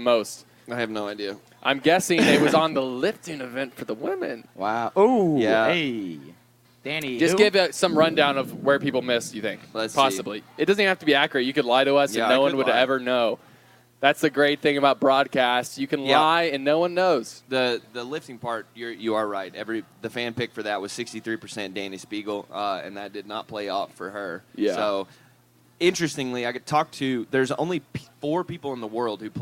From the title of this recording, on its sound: TYR Wodaplooza Gameday // Friday // Shut Up & Scribble LIVE From MIAMI